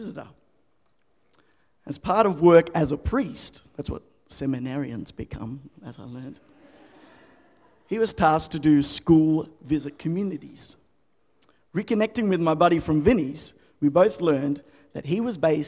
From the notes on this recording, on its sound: The FaithFeed Live Studio Audience.